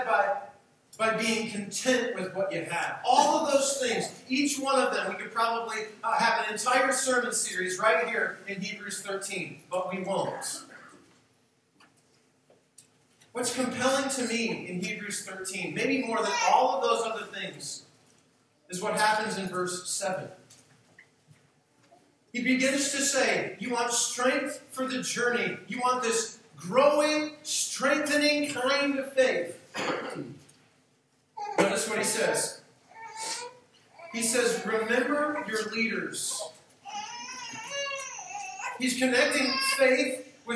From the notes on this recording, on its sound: We apologize for the poor audio quality of this message recording.